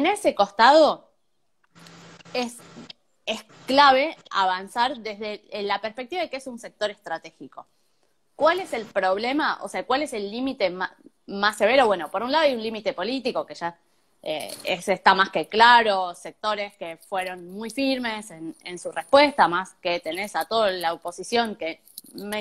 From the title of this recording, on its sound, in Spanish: Entrevistas de cuarentena por Instagram Live